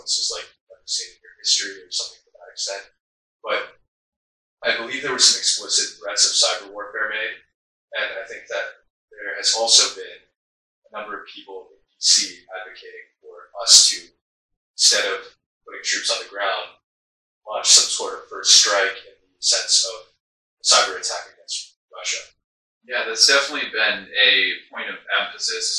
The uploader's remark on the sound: We faced some technical difficulties in this first recording and lost our mic audio files so please excuse the terrible audio quality as we were forced to pull it from our camera (which was not set up with a mic).